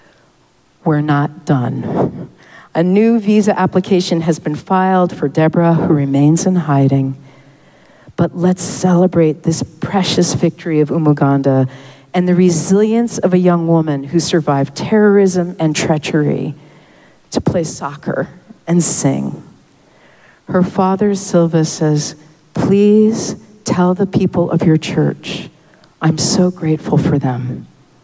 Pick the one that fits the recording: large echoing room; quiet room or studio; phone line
large echoing room